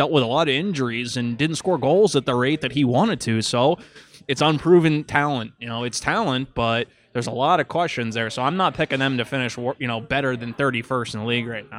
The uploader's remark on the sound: For some wings, beer and a conversation taped at Belt Line Brewery and Kitchen in downtown Buffalo.